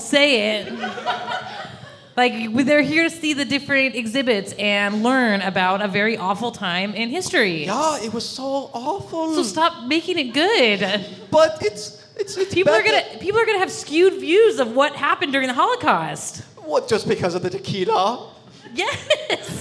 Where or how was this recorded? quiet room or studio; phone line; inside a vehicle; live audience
live audience